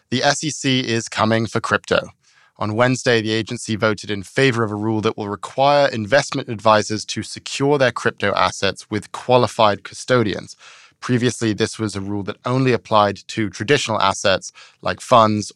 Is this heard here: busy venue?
no